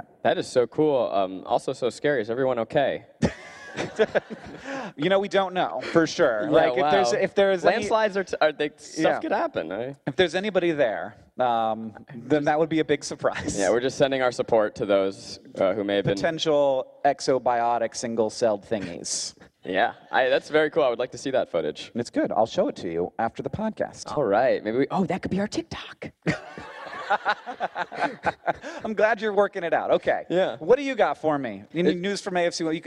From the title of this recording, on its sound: Live from VidCon Australia